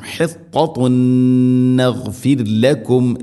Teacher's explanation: ഹിത്ത, ഹിത്തത്തുൻ നഗ്ഫിർ ലക്കും, ഇവിടെ ഹിത്തത്തുൻ തൻവീന് ശേഷം നൂനാണ്, തൻവീനിനെ നൂനിലേക്ക് ഇദ്ഗാം ചെയ്യണം, ഇദ്ഗാം ബിഗുന്ന മണിച്ചുകൊണ്ട് ഉച്ചരിക്കണം